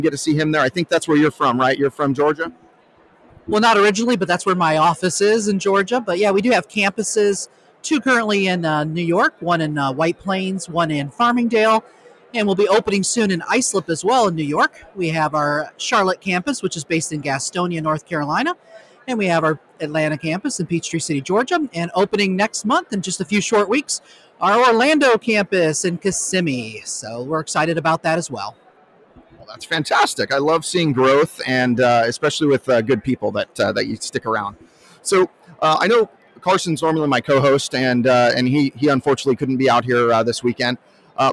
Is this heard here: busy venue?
yes